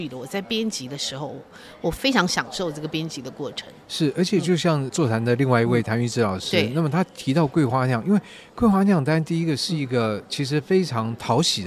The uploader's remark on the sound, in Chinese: 活動現場訪談